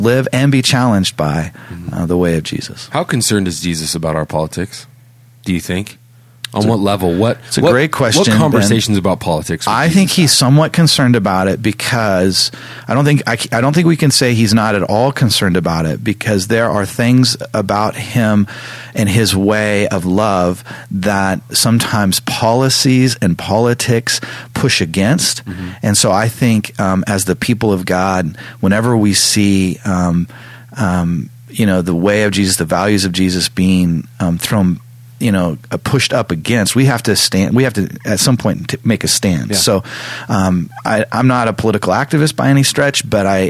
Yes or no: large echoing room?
no